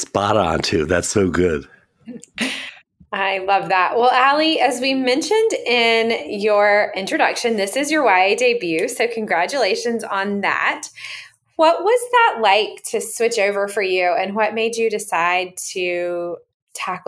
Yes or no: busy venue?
no